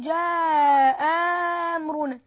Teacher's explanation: إذا أتيتا مفتوحتين يبقى الهمزة الثانية عندما تبدل ستبدل إلى ألف · Term: الإبدال